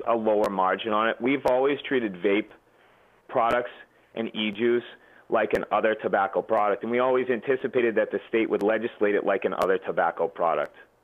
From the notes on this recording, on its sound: Phone call